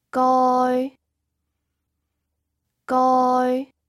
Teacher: The first tone is high and flat, like goi, goi.